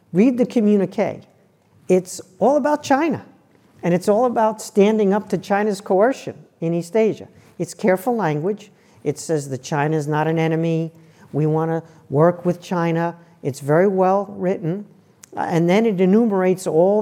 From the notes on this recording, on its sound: In front of a live audience at Hoover.